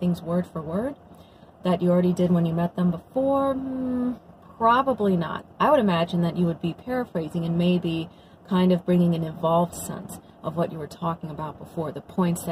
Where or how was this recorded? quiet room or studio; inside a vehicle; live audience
inside a vehicle